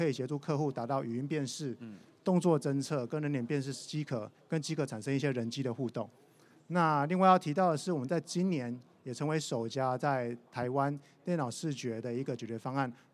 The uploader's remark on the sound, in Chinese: 本集節目於2022年「台灣國際智慧製造系統整合展（TIIM）」展期間錄製